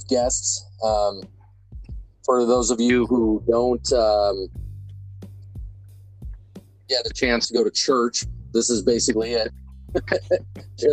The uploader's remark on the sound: Sorry for the audio quality...